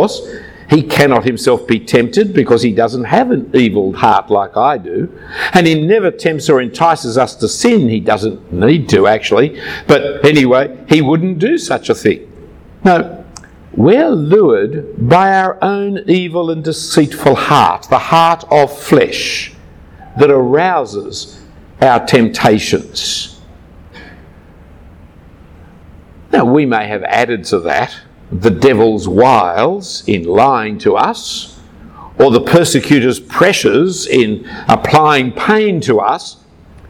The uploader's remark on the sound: A talk given at a Brisbane Ministry Conference in 2015.